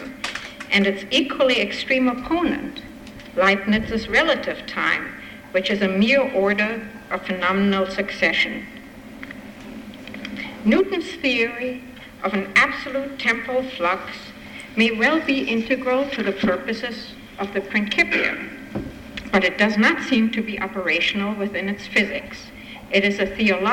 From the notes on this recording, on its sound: Recording of part one of a two-part lecture. As part of the Formal Lecture Series.